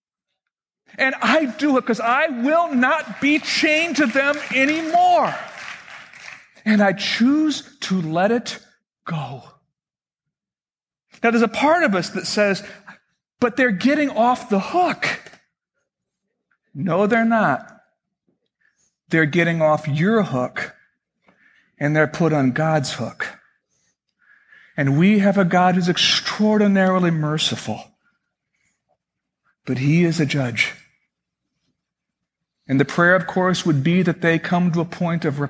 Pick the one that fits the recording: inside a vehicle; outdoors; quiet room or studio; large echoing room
large echoing room